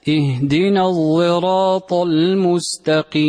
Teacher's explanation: سمعتم إشماما لا هو صاد ولا هو زاي